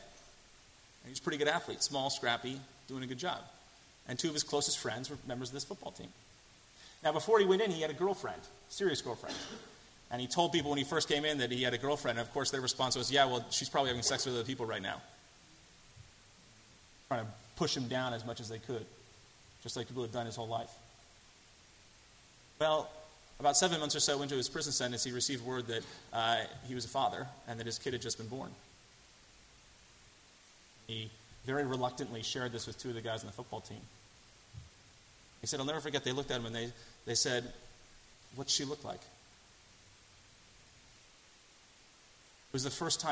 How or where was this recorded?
large echoing room